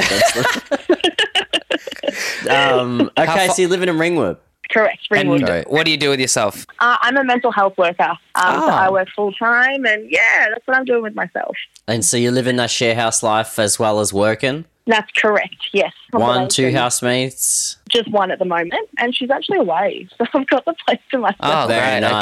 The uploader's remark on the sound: call up a listener